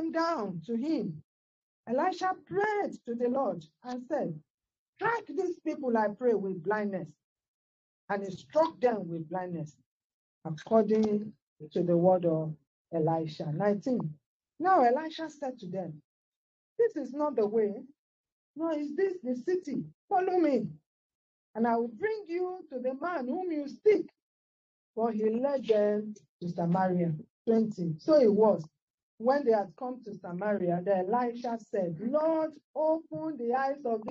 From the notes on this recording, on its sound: On Telegram LIVE. Sound goes off, jump to next timestamp. Most apologies for the sound. On this day the new Office eMeet 3 was being used. This was supposed to turn the AI (Artificial Intelligence) sound off.